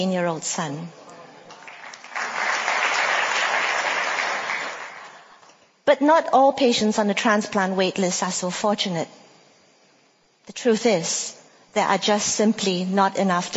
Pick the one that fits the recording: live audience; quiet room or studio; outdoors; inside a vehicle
live audience